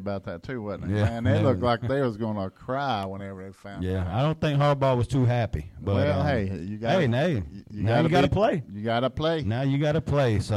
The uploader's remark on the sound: In a exclusive phone interview.